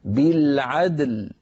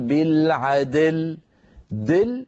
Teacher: بالعدل تكررت معك مرتين، فيها جمع بين الساكنين عندما نقف بالعدل، فعلينا أن نقلقل الدال وننتقل بلطف ورشاقة منها إلى اللام · Shown in: first take · هكذا بالعدل، ولا نقول بالعدل، دل، هذه الدال صار فيها شيء يشبه الكسر، ليس كسر لكن يشبه الكسر. · Term: بقلقلة الدال